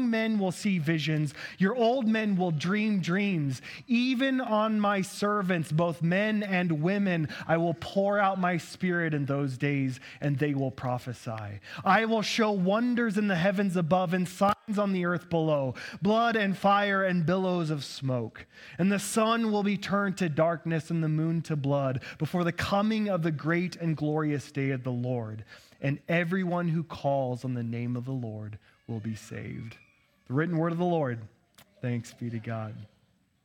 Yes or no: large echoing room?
yes